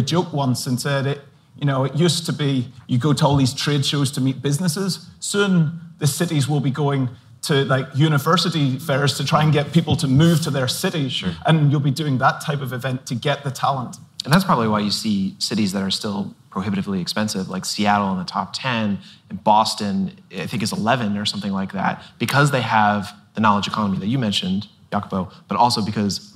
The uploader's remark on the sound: We’re bringing you a special live conversation from the FT’s Investing in America conference in Miami.